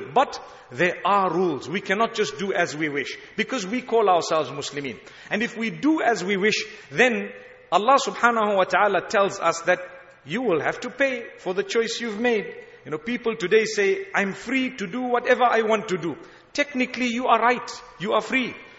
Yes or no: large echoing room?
yes